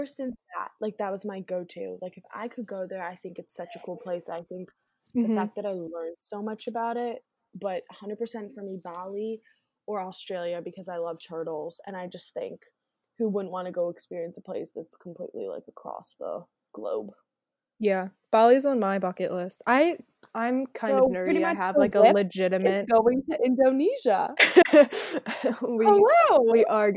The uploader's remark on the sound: Due to unfortunate circumstances, we are unable to be together to record so we did our best to link up using a program to record from different locations. We apologize for any audio delays or issues.